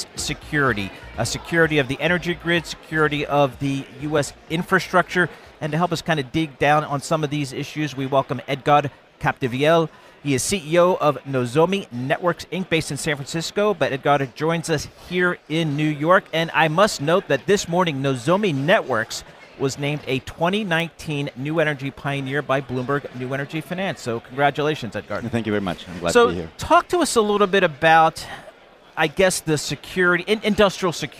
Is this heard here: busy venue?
yes